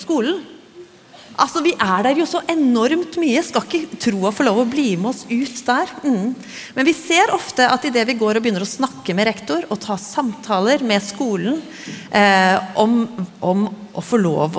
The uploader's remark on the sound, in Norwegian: Live fra Impuls 2024!